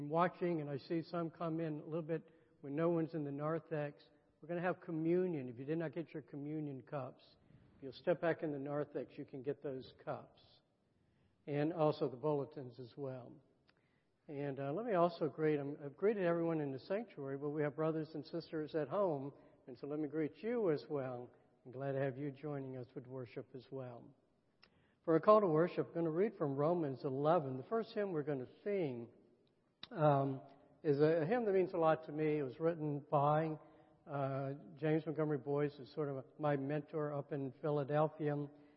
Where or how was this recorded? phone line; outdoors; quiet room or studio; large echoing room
large echoing room